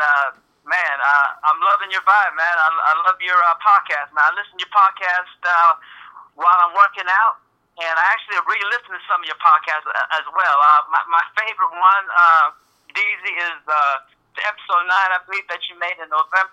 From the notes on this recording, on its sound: For my first phone conversation on the podcast.